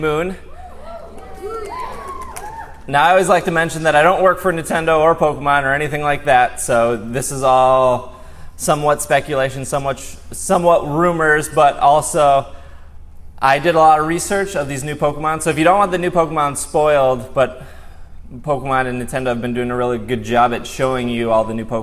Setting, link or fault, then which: setting, live audience